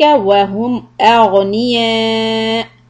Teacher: stretch four harakat, mad muttasil, and stop on the hamza